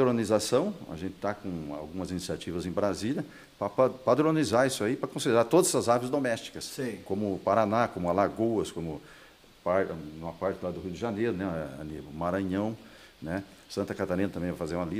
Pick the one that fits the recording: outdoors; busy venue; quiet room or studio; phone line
busy venue